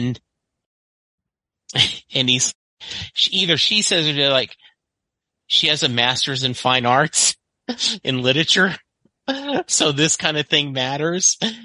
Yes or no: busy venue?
no